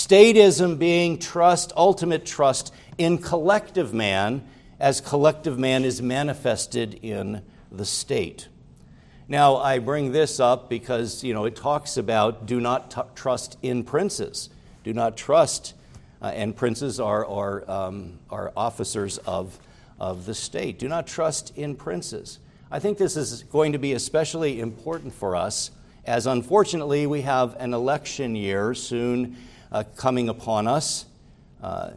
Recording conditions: large echoing room